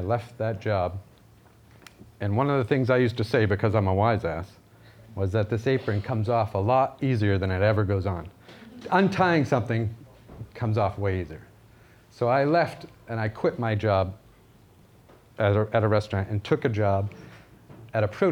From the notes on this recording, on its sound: This was recorded at Vevolution Topics: Food Innovation 2018.